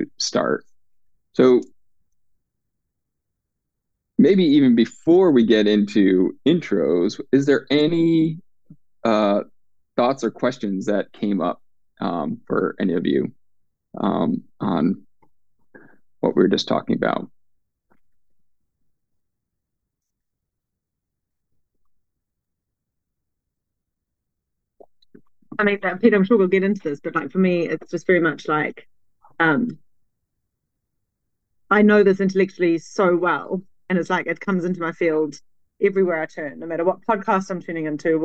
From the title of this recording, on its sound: LIVE group call